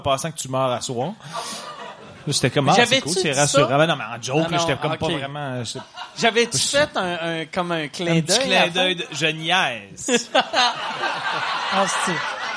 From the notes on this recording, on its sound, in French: une soirée Q&A que nous avons enregistré avant les fêtes